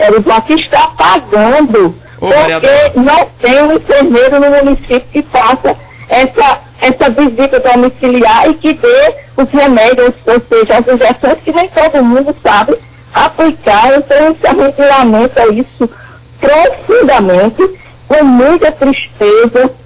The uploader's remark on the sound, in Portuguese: Participou por telefone no programa Comando Geral.